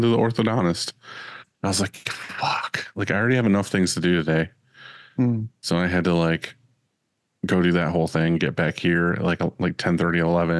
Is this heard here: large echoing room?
no